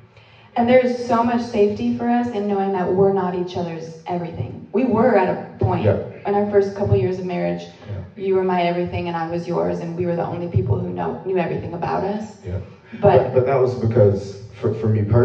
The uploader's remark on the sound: A two-part episode that we recorded when we spoke at an arts academy for creatives here in town.